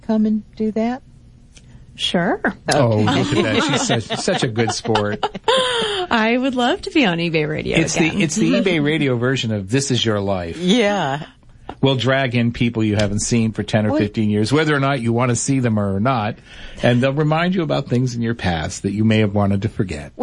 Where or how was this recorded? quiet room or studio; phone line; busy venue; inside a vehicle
phone line